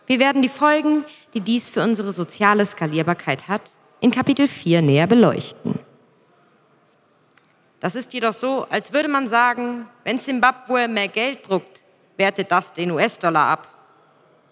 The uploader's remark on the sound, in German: Live gelesen bei der Bitcoin Zitadelle 2022